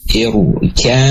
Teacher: Nah, ini maka masuk ke dalam huruf yang kedua, mim, dan ada gunahnya, gitu ya. Ada gunah memanjangnya. Ditahan sebanyak dua harokat. · huruf ba-nya hilang, masuk ke dalam huruf yang kedua, ke dalam huruf mim. · Term: idgham